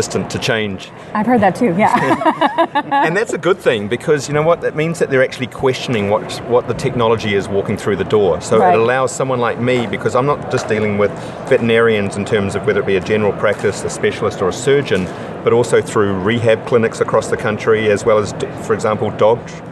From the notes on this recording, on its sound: NAVC 2017 Conference. The conference in Orlando. Interviews she conducted with Vetrax, BabelBark, and Heyrex while at the conference.